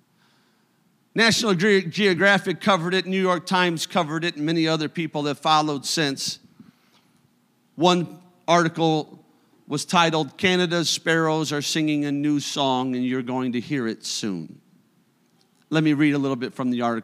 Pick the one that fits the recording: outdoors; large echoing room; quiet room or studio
large echoing room